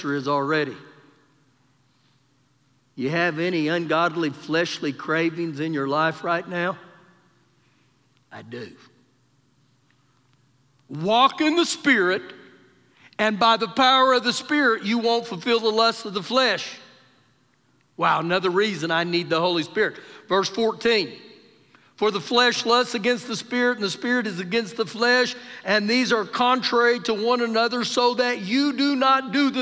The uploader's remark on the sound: Recorded live during our Sunday morning service